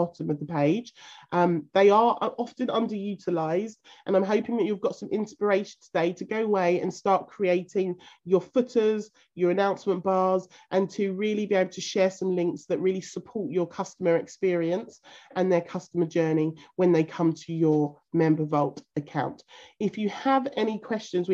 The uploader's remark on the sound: This podcast is taken from a live zoom recorded call and there is engagement with our members throughout this call.